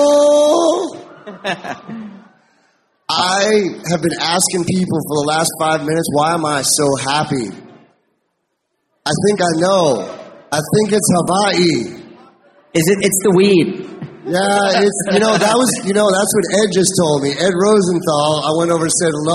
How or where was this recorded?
live audience